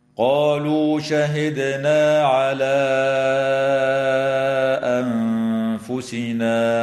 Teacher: الدال الساكنة من كلمة شهدنا يجب أن تقلقل وصلا ووقفا · حال الوصل بمقدار 4 أو 5 حركات من قبيل المد المنفصل، وتخفى النون الساكنة عند الفاء مع الغنة مرققة في كلمة أنفسنا، ويجوز الوقف على هذه الكلمة من قبيل الوقف الحسن هكذا: